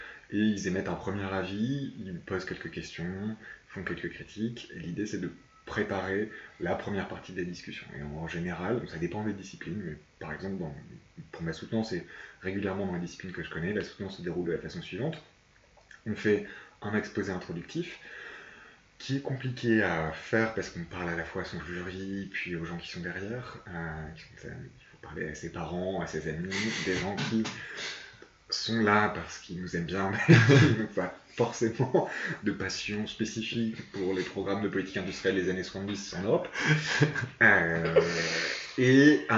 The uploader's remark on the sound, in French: Désolé pour la qualité de l'enregistrement dee à un problème de micro...